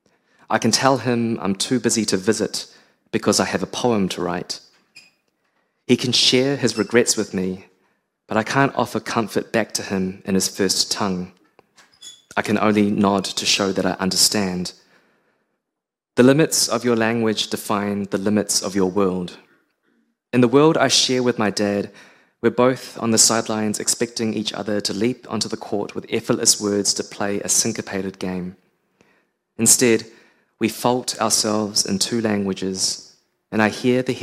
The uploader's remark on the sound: captured during their performance at Featherston Booktown Karukatea Festival in May this year